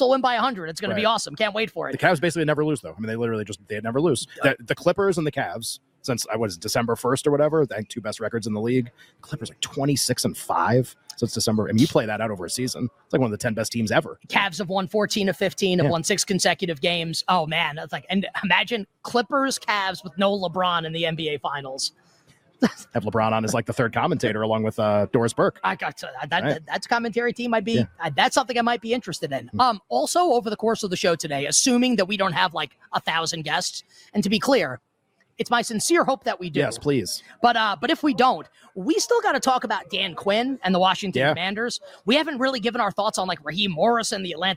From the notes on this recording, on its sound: LIVE from Las Vegas at the Mandalay Bay!